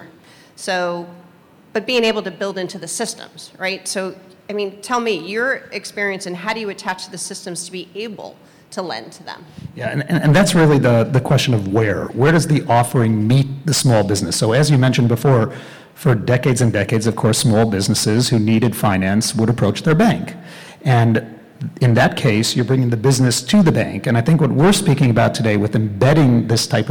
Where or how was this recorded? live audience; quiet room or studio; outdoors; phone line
live audience